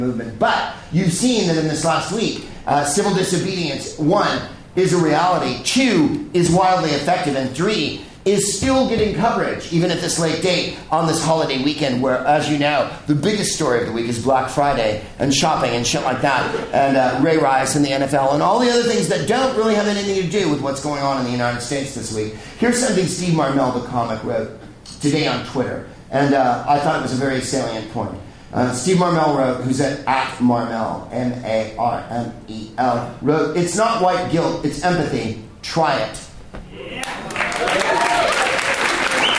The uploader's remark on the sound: Live from the Bell House in Brooklyn, NY